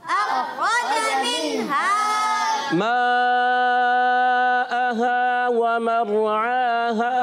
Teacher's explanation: مدہ ایک الف کھینچ کر ادا کریں گے